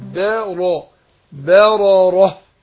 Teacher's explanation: برقق الباء وادخل تفخيم الراء